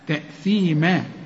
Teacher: اوعى تنسى تطلع لسانك في الثاء